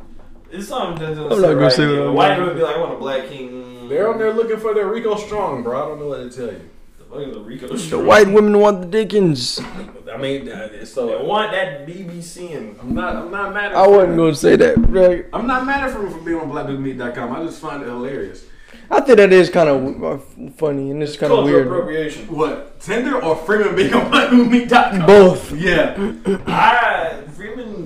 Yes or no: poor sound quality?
yes